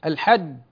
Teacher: لاحظ عندما وقفت على الجيم انقطع صوت الجيم، انحبس الصوت، الحج، إذن الجيم حرف شديد.